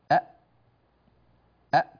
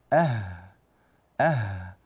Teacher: فالمنطقة الأولى اللي هي من الأسفل، هذه المنطقة أسفل الحلق، يخرج منها الهمزة والهاء. قولوا معي أ أ، واقطعوا الصوت على الهمزة جيدا، أ، وقولوا معي أه أه، والهاء تخرج من منطقة أعلى قليلا من الهمزة. · Term: أقصى الحلق